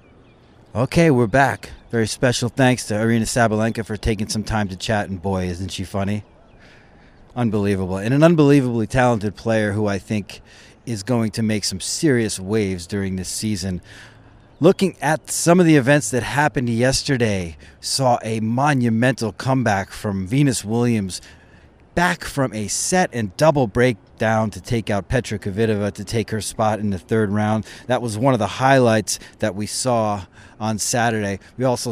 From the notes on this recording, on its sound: Live at the BNP Paribas Open, staring down from Stadium 4 bleachers.